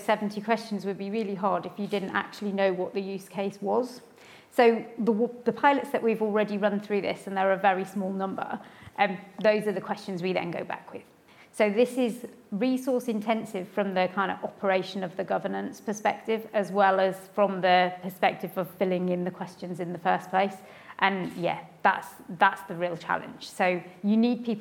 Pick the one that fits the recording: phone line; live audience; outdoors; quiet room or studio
live audience